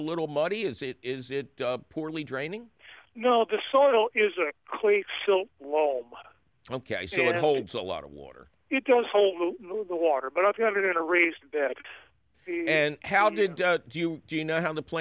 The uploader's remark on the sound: Its a fabulous phone call questions show!